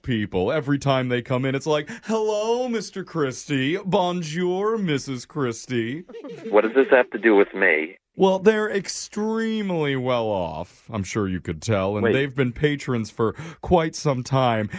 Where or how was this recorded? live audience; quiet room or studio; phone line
phone line